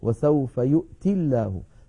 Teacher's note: فلما نصل يؤتي بلفظ الجلالة تسقط الياء فتصير وسوف يؤتي الله، فلو وقفنا عليها اضطرارا أو اختبارا نقف